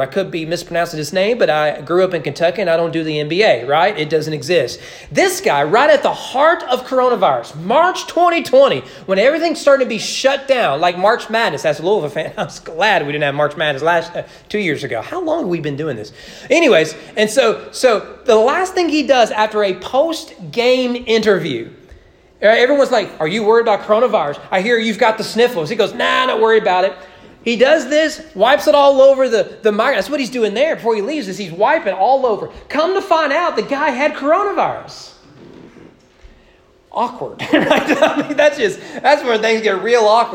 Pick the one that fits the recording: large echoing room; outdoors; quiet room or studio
large echoing room